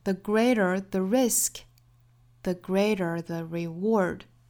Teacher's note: 节并排在一起出现的分别是 the 我们注意虚词弱读也好实词的弱读音节也好它的读法呢都是要非常短快的 the 元音的长度是很短的包括音量非常小而且还有一点很重要就是语调是低的一定是 the 而不是 the greater the reward 那重读的点呢就是 the greater 这里面的 gray 和 reward 后面的 war